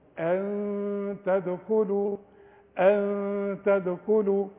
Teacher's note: أن تدخلوا، وكل دال في المصحف عليها سكون، أقلقل قلقلة الدال، أضرب لساني في حلق بقي وأنزله على طول